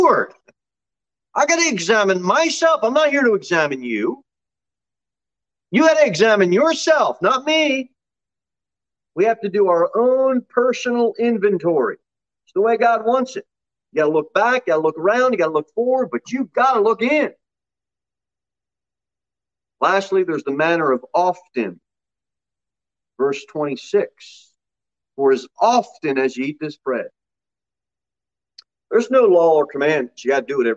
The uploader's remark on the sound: Sermon delivered at Pilgrim Baptist Church on Thursday, April 28, 2022 at 6 pm.